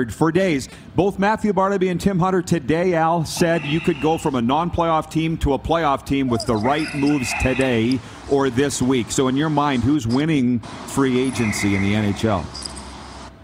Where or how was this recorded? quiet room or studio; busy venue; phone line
busy venue